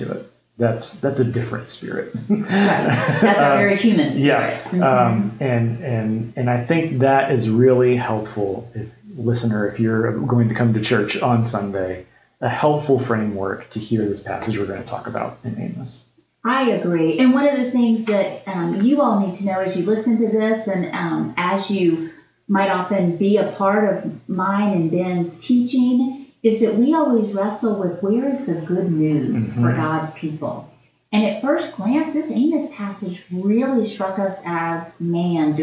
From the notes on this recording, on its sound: We had some difficulty with our sound in this episode....so the quality is a little worse that usual.